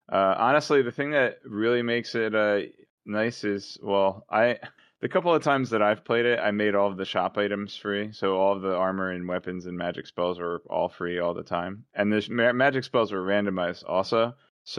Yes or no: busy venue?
no